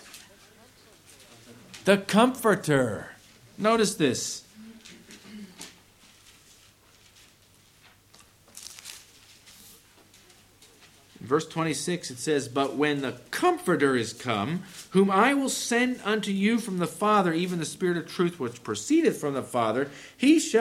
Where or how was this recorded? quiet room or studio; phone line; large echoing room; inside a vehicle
large echoing room